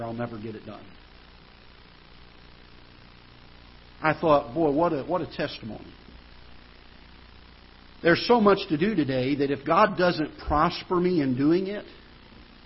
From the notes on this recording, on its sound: Ketha Heights Baptist Church ~ Live Broadcast.